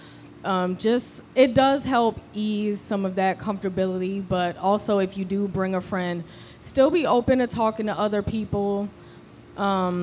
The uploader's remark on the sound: This special edition of The DrinkMeet Podcast was made possible by the incredible team at Yours Truly Hotel in DC. They provided an incredible venue for us to host our first ever live panel conversation.